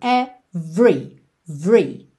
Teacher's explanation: 99,9% das vezes que a gente vê a palavra every, esse E do meio é mudo, ou seja, do V a gente vai direto para o R.